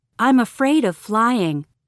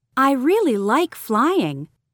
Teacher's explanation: Notice the low tone used for the words that show negative or serious emotion. · Shown in: first take · Compare it with the higher tone used for positive emotion.